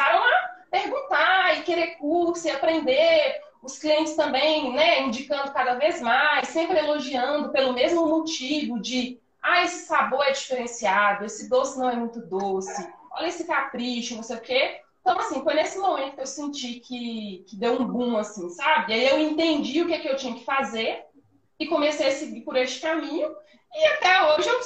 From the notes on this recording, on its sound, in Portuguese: O áudio deste episódio foi extraído de uma live no meu Instagram.